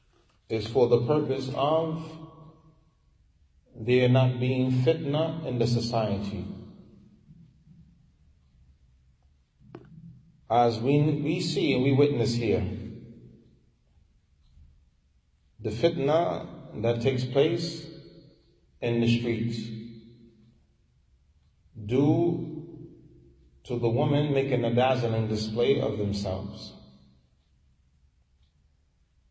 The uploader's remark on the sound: Lecture given at Masjid Nur Allah, Queens, NY